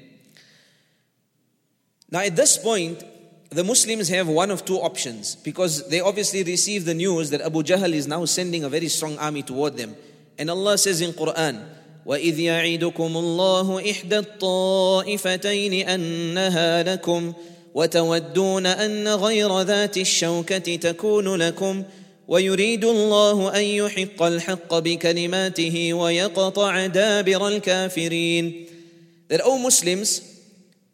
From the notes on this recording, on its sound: at the Houghton Masjid (West Street)